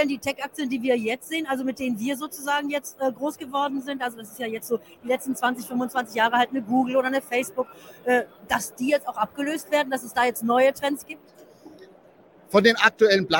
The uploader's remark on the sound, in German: Live von der Invest in Stuttgart